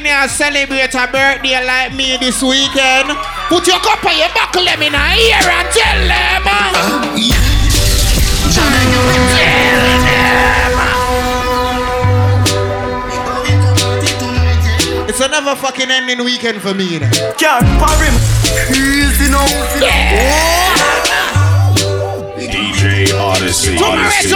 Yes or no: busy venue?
yes